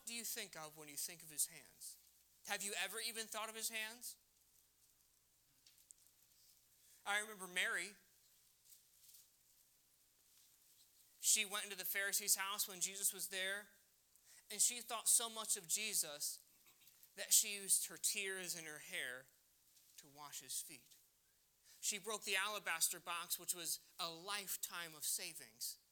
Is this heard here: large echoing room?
yes